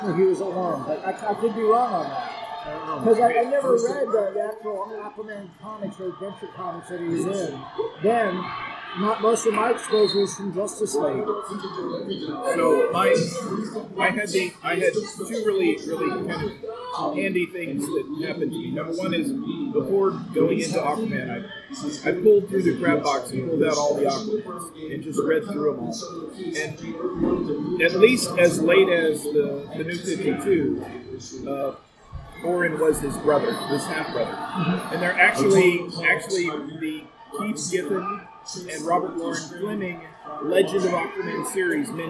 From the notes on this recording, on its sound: The discussion was recorded at a local Bar and grill, so we have to let you know that while the discussion is great, the background noise is loud.